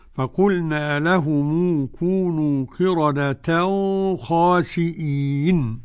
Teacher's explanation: قرأ أبو جعفر بالإخفاء. الإخفاء، إخفاء التنوين عند الخاء.